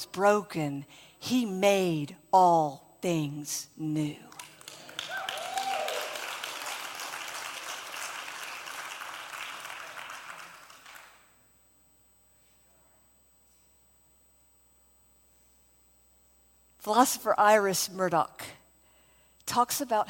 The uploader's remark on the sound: from the first Spirit & Truth Conference, held outside of Mobile, AL